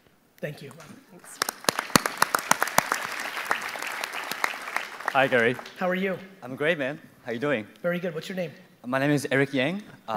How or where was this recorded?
live audience